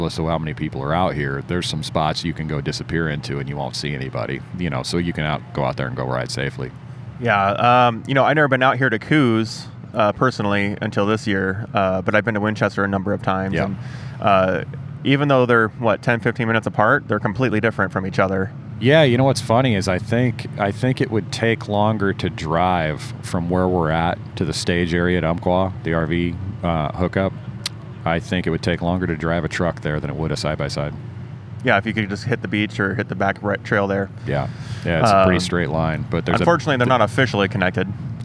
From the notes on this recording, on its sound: Live from UTV Takeover Coos Bay, OR. This episode of the SXS Guys Offroad Podcast is recorded live from the 2020 UTV Takeover Coos Bay, OR event! We setup on top of the Ford Raptor Experience trailer.